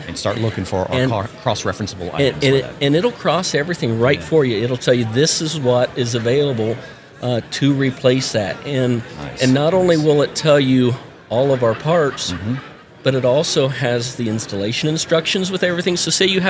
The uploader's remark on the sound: at the 2023 National HVACR Education Conference